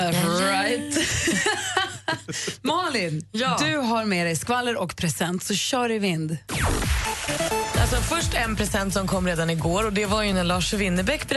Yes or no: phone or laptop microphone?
no